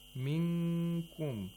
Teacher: make the articulator of kaf, for pronouncing kaf, touch the place of articulation of this letter, and at the same time make a nasal sound for two vowel counts · Term: ikhfa